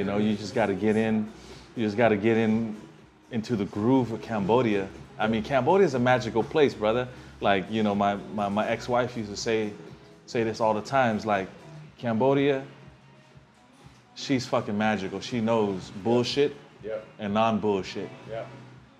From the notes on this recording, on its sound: We reunite in Phnom Penh, sitting down in a corner of a bar tucked away in an alley to talk about his story, live from the Kingdom of Cambodia.